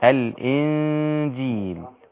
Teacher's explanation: نون ساكنه بعدها حرف الجيم، اذا اخفاء مع الغنه · Term: إخفاء مع الغنة